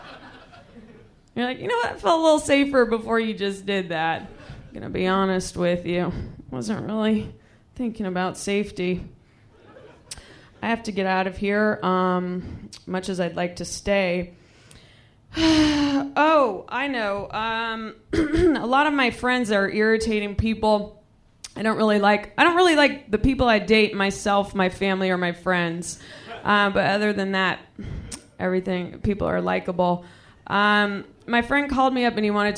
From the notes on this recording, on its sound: Recorded this set at our live show in Washington, DC.